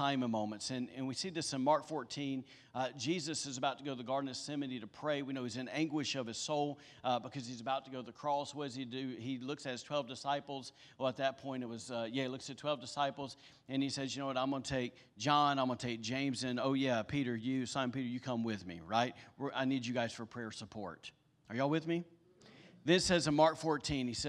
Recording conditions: large echoing room